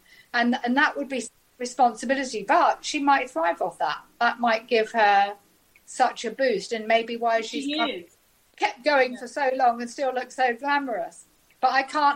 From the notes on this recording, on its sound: on the Zoom with the pair of them